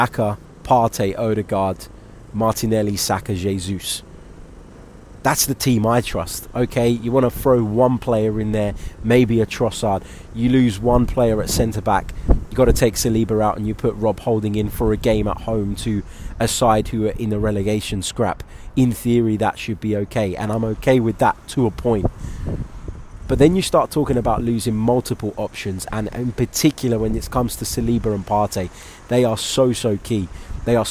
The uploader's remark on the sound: Sorry for the wind!